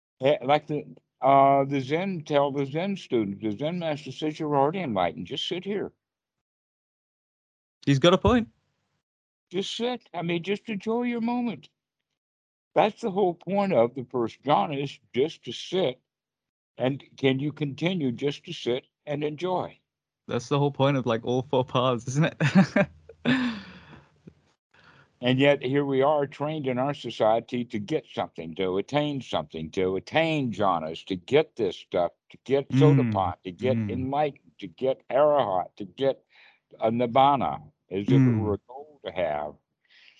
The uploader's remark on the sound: skype calls on this channel